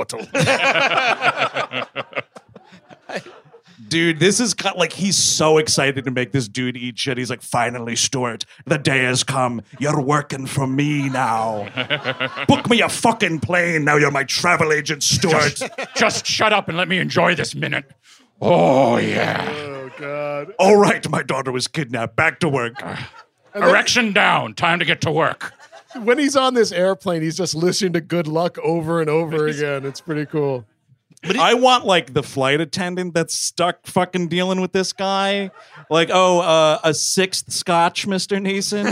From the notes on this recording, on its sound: Live in Chicago. Recorded October 14, 2021 at Zanie's, Chicago, IL. One of the nights from our recent October run of shows.